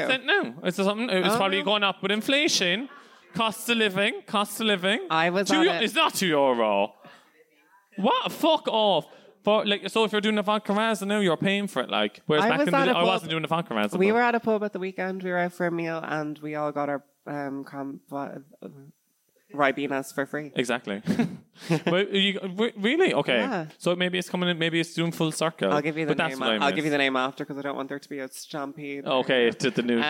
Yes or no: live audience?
yes